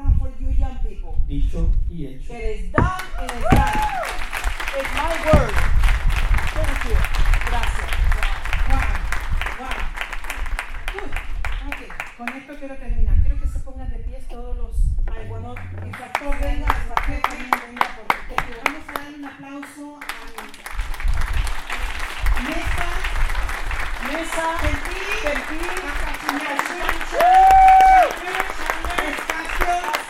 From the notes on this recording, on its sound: A recording of a community event where local police officers and police departments speak about their roles in policing immigrant communities.